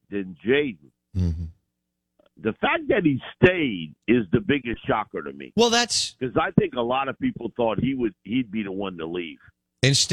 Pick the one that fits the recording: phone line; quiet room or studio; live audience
phone line